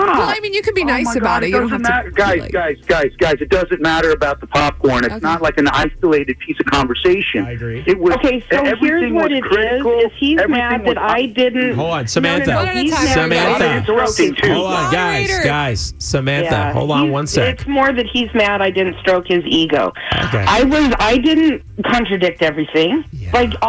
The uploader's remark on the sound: get him on the phone